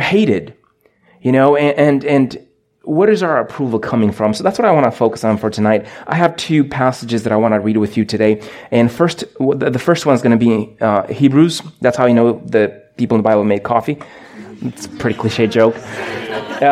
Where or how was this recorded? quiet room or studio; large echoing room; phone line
large echoing room